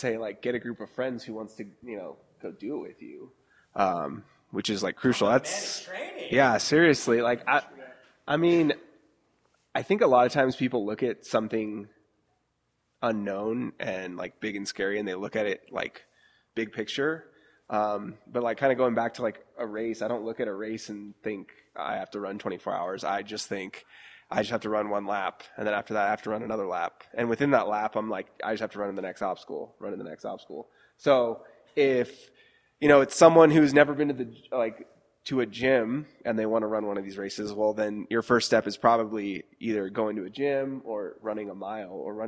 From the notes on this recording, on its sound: Live show. Manic open their doors to a free community workout. What followed was a live podcast that included interviews and audience questions.